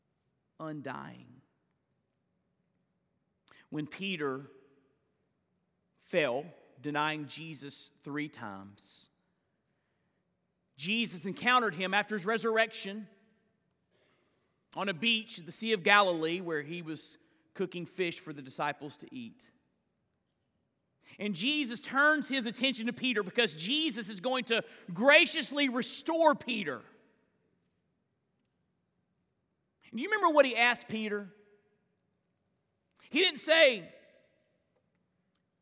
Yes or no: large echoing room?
yes